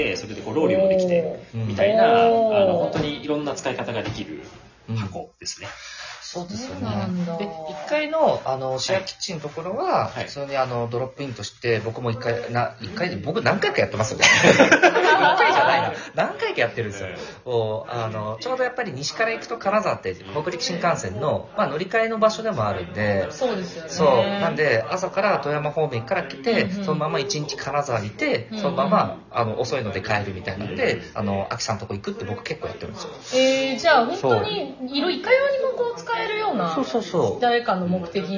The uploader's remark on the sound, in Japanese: 富山総曲輪のインキュベーション施設HATCHよりお届けしています。オープンスペースでの収録となり、雑音が入っておりますがご了承下さい。